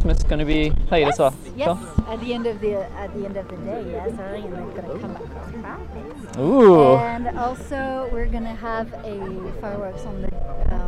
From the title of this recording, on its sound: Live at the New Years Eve Parade rehearsals